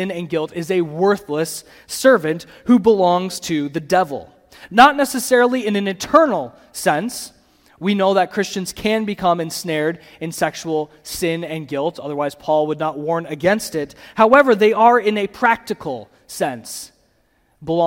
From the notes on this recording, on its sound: the audio from the Saturday Morning Session of the 2023 Bible Conference at CityGate Church in Portage, MI